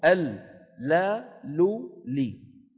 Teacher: من حافة اللسان، من أدنى حافة اللسان لمنتهاها، ولكن من الجهتين · Term: اللام